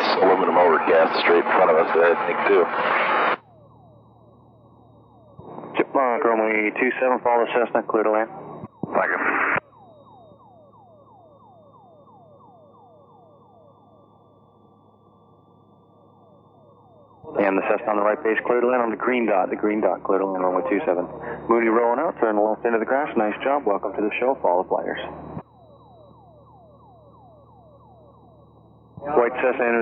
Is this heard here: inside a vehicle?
yes